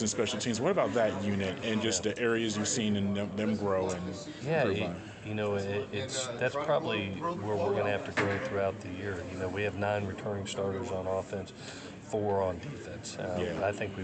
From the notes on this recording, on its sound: during the Sun Belt Media Day event in New Orleans July 26